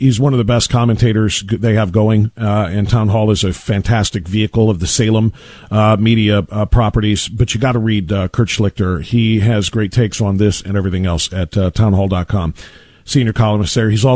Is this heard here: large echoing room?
no